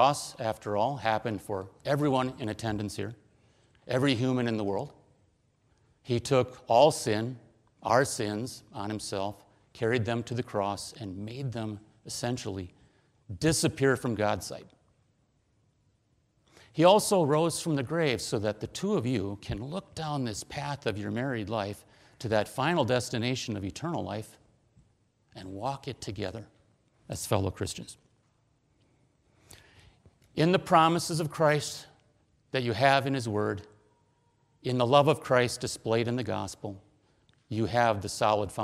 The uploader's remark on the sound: Preached at: Berea Lutheran Church, Inver Grove Heights, MN